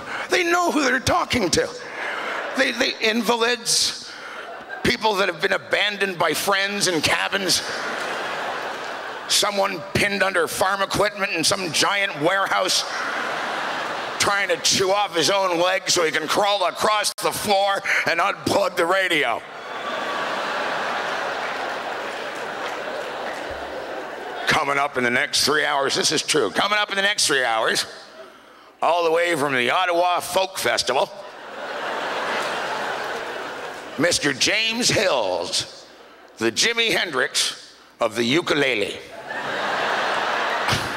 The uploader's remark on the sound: stand up from the Just For Laughs Festival in 2009